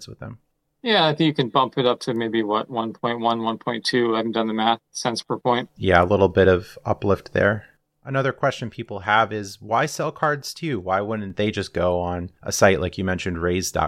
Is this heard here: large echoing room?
no